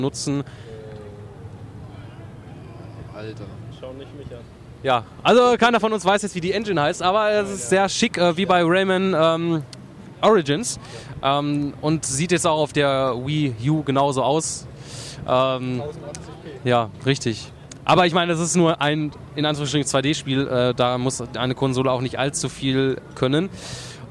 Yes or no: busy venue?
yes